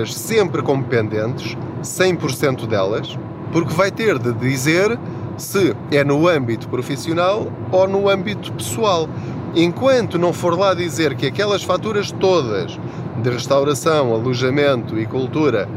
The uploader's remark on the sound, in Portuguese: Não ligue aos barulhos da viagem.